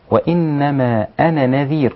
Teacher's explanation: النون رقيقة جدا كذلك الهمزة. وتقول وإنما أنا نذير، كل النونات رقيقة كذلك.